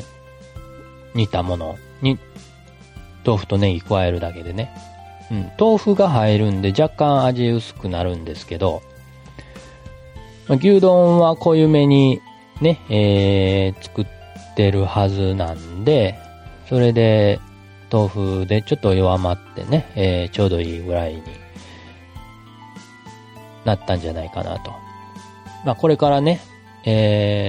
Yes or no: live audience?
no